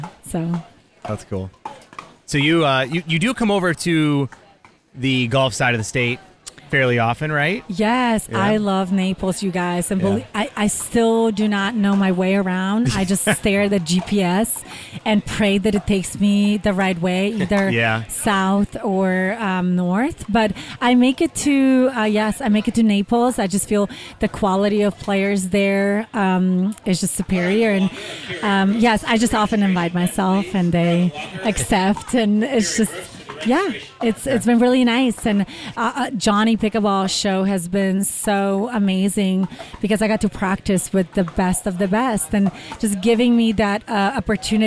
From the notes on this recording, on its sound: Live from the 2019 Beer City Open. In Grand Rapids, MI.